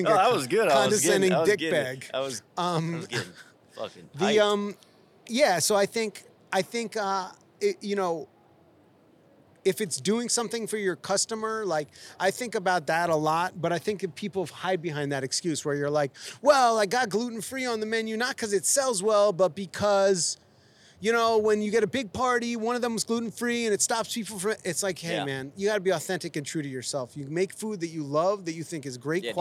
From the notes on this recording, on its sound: Danny Boy's Famous Original Pizzeria, nestled in the heart of downtown Los Angeles. It was a beautiful, sunny L.A. We got to chat right outside the restaurant.